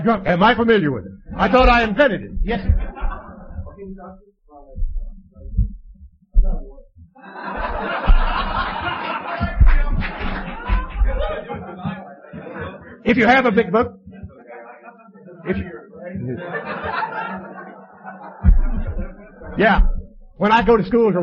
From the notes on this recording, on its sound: telling his story at the Saturday Nite Live Sunday meeting in Campbell CA